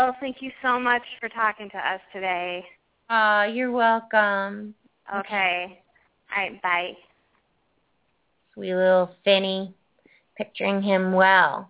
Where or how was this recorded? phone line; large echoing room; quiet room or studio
phone line